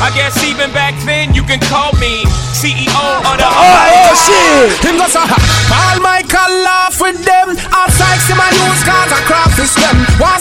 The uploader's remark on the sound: LIVE AT VENU IN BOSTON ON MARCH 5TH